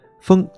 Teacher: 风它是阴平，也就是我们所说的第一声，它的调值是五五调值。但是呢，这个最常见的问题就是发得不够高，可能会发成风，而不是风调雨顺，风。我们看第二个字调，调。这个字是洋平，最常见的问题是洋平也拐弯儿。就像这样，调，调，去拐了一个弯儿，实际上它是直接上去的啊，是调。第三个字“雨”，这个是赏声，啊，不要发成“雨”，是“